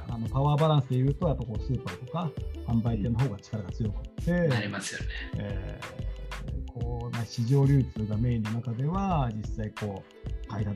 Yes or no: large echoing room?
no